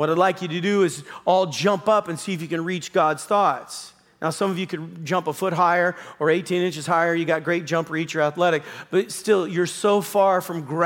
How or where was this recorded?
large echoing room